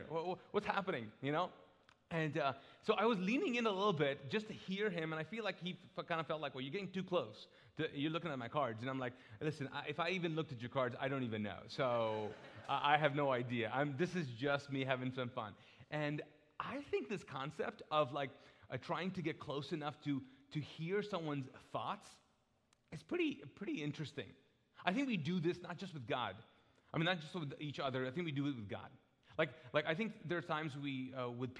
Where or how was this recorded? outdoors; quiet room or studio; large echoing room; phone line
large echoing room